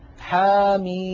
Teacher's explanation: الميم من حاميم، نلاحظ بأن حا مددناها بمقدار حركتين فقط لأنه مد طبيعي، بينما ميم مددناها ست حركات لأننا نطقنا ميما مكسورة بعدها ياء ساكنة بعدها ميم ساكنة · Term: المد اللازم